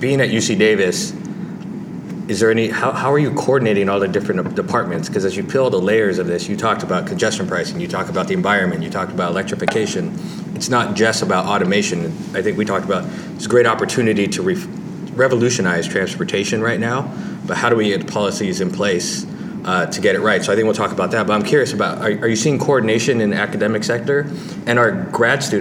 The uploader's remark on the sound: Live from TRB